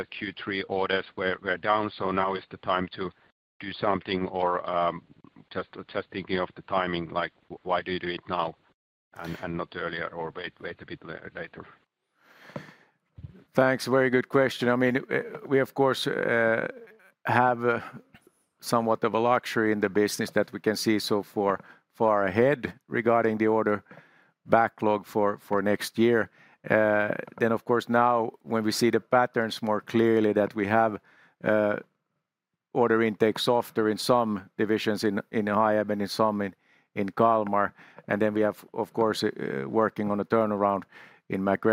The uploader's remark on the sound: Cargotec 2023 Q3 teleconference